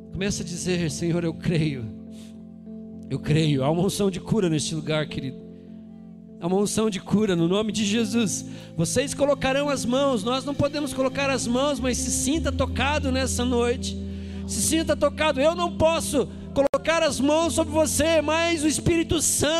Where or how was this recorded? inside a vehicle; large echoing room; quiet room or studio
large echoing room